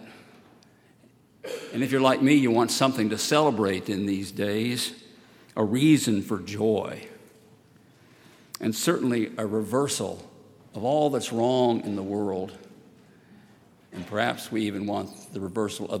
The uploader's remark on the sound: at Highland Baptist Church